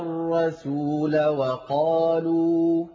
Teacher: لاحظتم كيف قلنا الرسول وقالوا ولم نقل الرسولا وقالوا، الألف سقطت وسطا